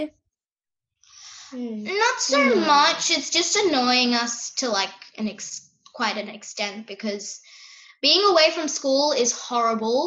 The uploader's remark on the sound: Via Zoom from Sydney and Melbourne.